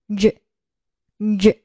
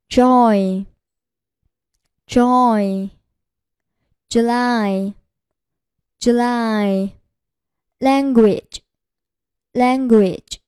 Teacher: 舌尖和舌端抬高，贴住上齿龈后部形成阻碍，气流冲出阻碍，摩擦成音，口型稍突出，略呈方形，声带振动。 · Term: 破擦音